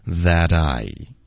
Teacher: That 跟 I 会连读 That I 可是 T 的音会浊化成一个 D 的音